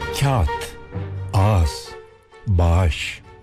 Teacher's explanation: Bunlar içinde yumuşak G olan sözcükler. Yumuşak G bir gırtlak sesi. Tek başına söylenmesi de olanaksız.